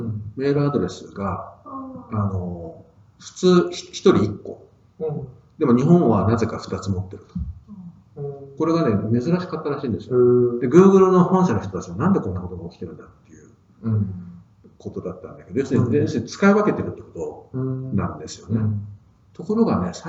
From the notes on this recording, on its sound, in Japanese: 旧マイクで音声ややわるいです